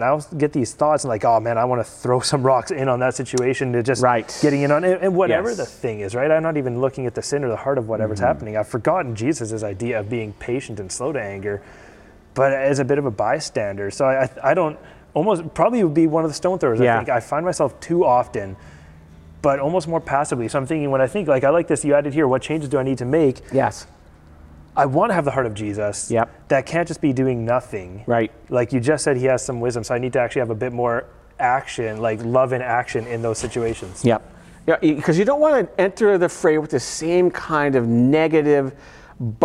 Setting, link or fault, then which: setting, large echoing room